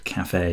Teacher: English tends to draw the ends into an A-Y sound, café as opposed to café.